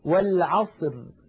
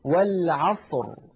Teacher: الراء عند الوقف عليها ساكنة، وقبلها صاد ساكنة، وقبلها فتحة، فتحة العين، إذا نفخمها · Shown in: second take · لا نقول والعصر، لا نقول ذلك أبدا، بل نقول والعصر، نعاملها معاملة راء.